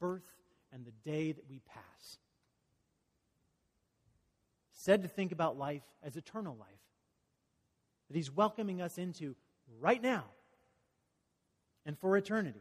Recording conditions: large echoing room